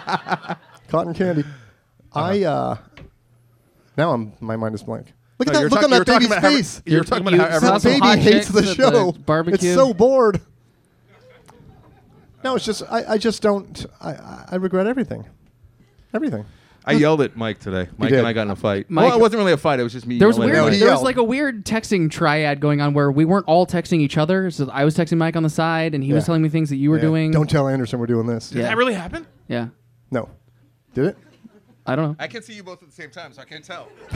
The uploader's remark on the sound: Live at the Improv. All in front of a live audience!